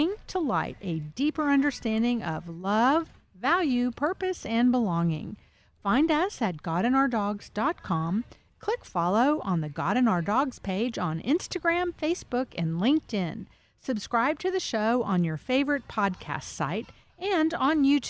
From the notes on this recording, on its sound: Recorded at Wheelers Western Outfitters